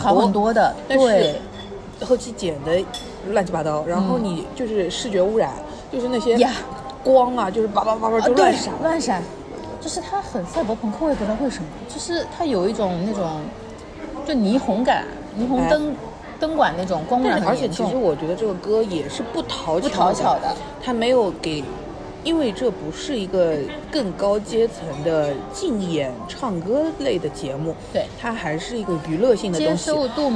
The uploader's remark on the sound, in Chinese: 每次录制基本都是在餐厅吃饭，没有条件升级录音设备。映彩餐厅。